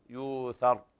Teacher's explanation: فقال إن هذا إلا سحر يؤثر، كذلك الراء تفخم، وورش يقرأ سحر بالترقيق، ويؤثر يقرأها بإبدال الهمز واو مدية لأنها ساكنة وقبلها مضموم